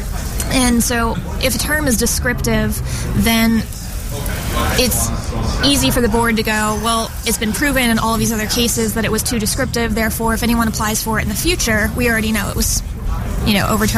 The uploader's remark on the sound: host the show on location from SES New York 2010